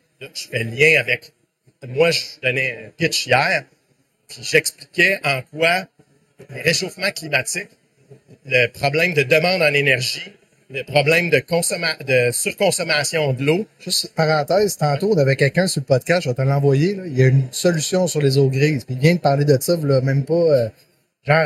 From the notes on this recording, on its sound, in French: En direct du Hardtech à Montréal